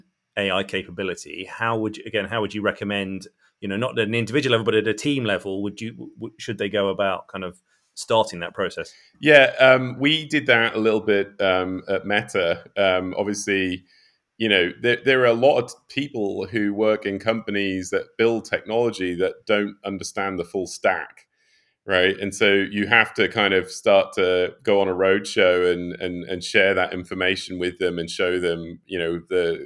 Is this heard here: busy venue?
no